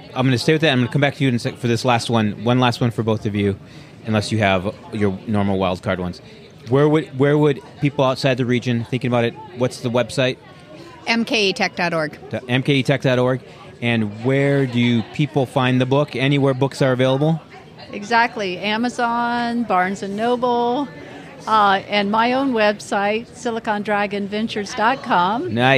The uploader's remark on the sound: This episode, recorded at Summerfest Tech 2023